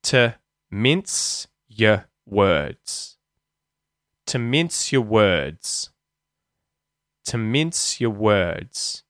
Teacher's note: to and your both get reduced, and you'll hear the schwa sound, the schwa vowel sound, instead of the vowel sound oo in the word to and or in the word your.